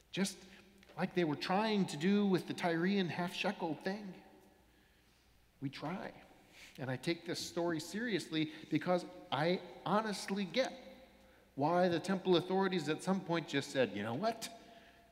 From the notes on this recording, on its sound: Sermons from Old South Church in Boston